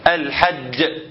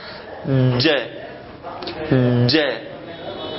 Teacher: اسمع، ج بحضر لها وبطلع اللسان فوق علشان في وسط اللسان، علشان يعمل ايه؟ علشان يوقف لي الهواء خالص ويقطعه، او محقق الجهر وحقق الشده.